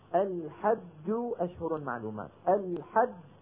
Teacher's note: الجيم الأولى خرجت بالتصادم بين طرفي عضو النطقي لأنها مدغمة